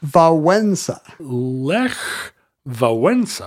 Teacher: The CH is not a CH, it's a CH. The W is not a W, it's a V. The L is not a L, it's a W.